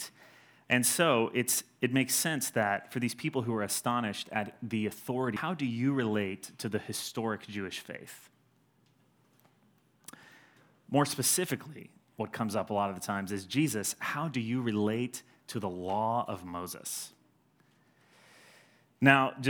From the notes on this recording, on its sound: Sermon delivered on Sunday, January 19, 2020, at Edgewood College Auditorium